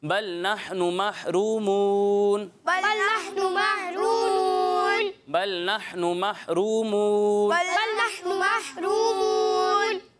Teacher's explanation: ہا ساکن میں جھٹکا نہیں دینا، ٹھیک ہے، ہا کی ادائیگی واضح ہونی چاہیے، ہا نہیں پڑھنا، لیکن ہا میں جھٹکا نہیں دینا، ٹھیک ہے.